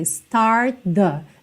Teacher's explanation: Start termina em T. The começa em T, que é um TH na verdade. Então você já junta. Start the. Já junta no the aqui.